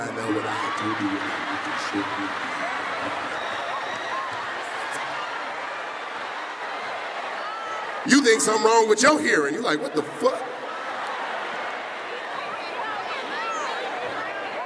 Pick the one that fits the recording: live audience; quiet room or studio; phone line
live audience